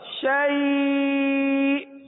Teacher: پر بھی آخر میں حمزہ ہے حمزہ پر جزم حمزہ ساکن حمزہ ساکنوں کو جھٹکے کے ساتھ ادا کریں گے